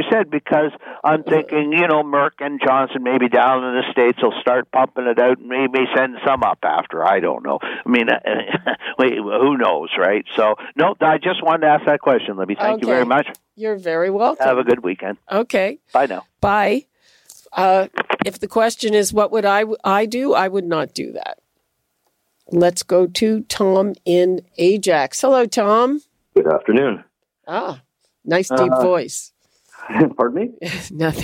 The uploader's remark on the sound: Listeners call in with their opinions on the biggest stories of the week.